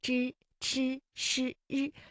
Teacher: 由舌尖向上翘起，然后和硬腭的前部相接触，然后啊，这个气流就受到了阻碍形成的一种辅音 · Term: 翘舌音